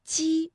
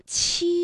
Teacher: 比如说大家读鸡的时候，这个气流呢和读七的时候呢感觉到明显的不一样，因为读七的时候会觉得要用力喷一口气